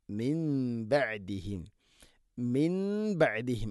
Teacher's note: മിൻ ബഅദിഹിം, മിൻ ബഅദിഹിം അല്ല മിൻ ബഅദിഹിം. അവിടെ നൂനിനെ മീമാക്കി മാറ്റി മണിച്ചുകൊണ്ട് ഉച്ചരിക്കണം · Term: ഇഖ്ലാബ്